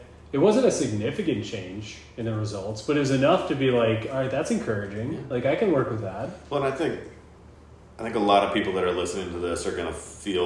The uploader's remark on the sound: This one was done in person at the Ballyhack Golf Club in VA. Please excuse the minor echo, as the cottages on site are not conducive to recording live audio.